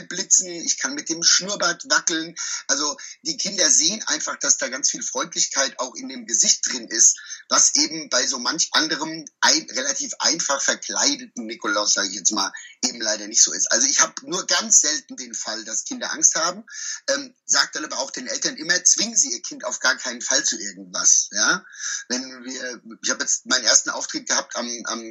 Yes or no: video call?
yes